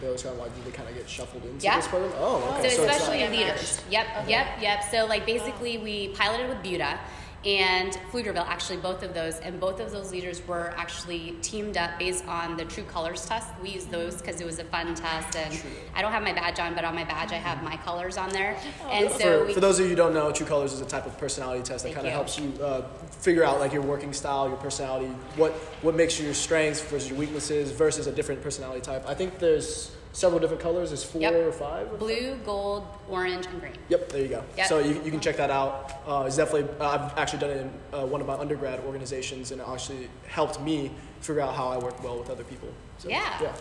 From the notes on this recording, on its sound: We recorded our podcast here, so thank you to Baylor Scott & White for being so accommodating. Sorry about the echo!